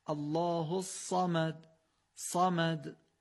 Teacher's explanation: همون سین فارسی رو یه مقدار درشت و با تکیه برگلو بگیم، خود به خود صاد میشه